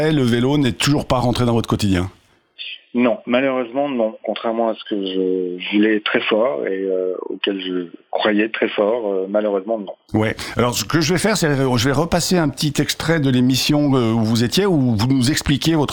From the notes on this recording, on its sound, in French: Au téléphone